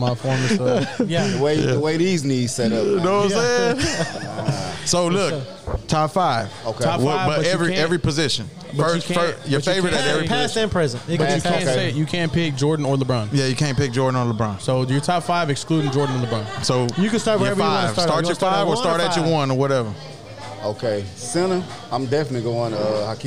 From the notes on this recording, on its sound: RECORDED LIVE FROM TEXAS TAILGATE.